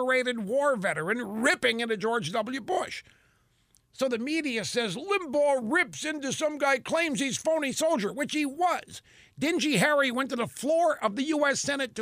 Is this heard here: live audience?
no